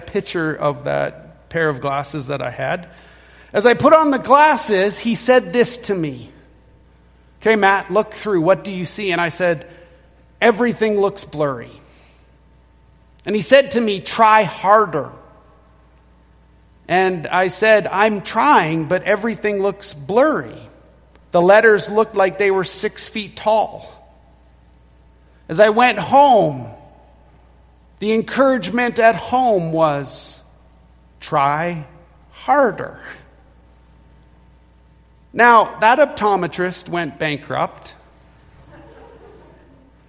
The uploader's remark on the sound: Recorded at Renfrew Baptist Church, Calgary